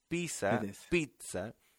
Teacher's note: el grafema doble Z corresponde al fonema TTS